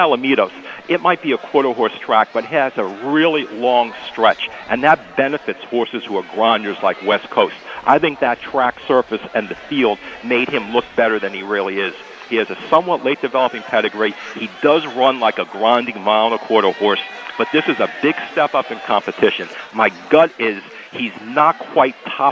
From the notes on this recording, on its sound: live at Bar